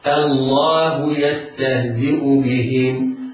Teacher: ولكن على القارئ أن يحترز من تفخيم همزة الله، من تفخيم همزة لفظ الجلالة، كما أنه يجب عليه الاحتراز من تفخيم الهاء. إذن القارئ يرقق الهمزة والهاء ويفخم اللام والألف التي بعدها هكذا. الله يستهزئ بهم. · Term: تفخيم اللام